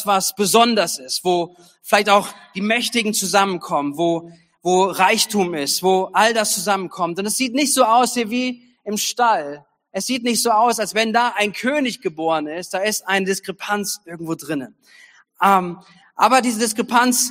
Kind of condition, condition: setting, large echoing room